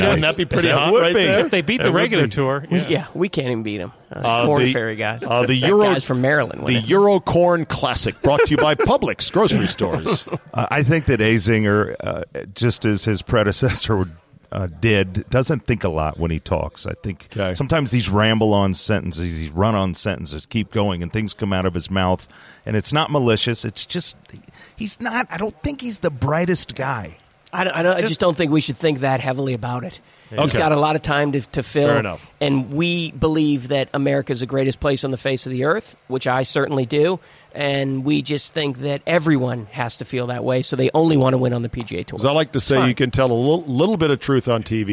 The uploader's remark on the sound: Taped live at GolfDom Golf in Tyson's Corner, VA.